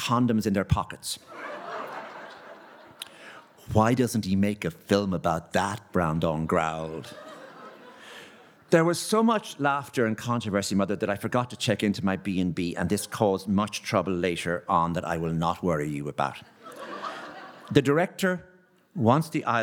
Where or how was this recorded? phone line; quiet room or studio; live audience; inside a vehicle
live audience